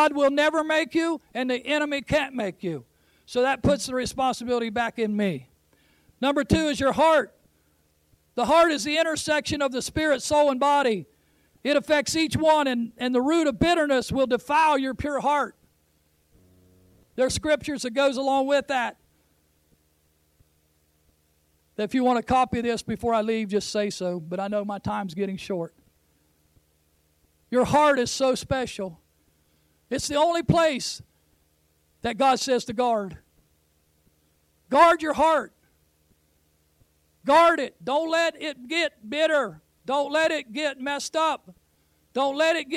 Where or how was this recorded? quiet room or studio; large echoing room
large echoing room